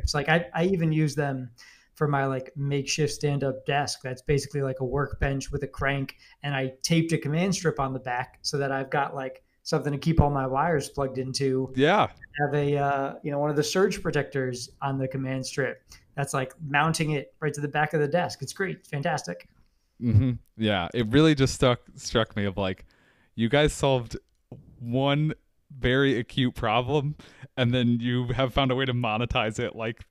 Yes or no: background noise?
no